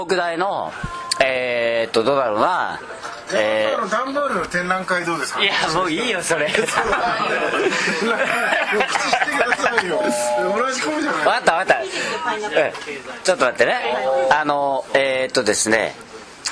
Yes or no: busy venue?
yes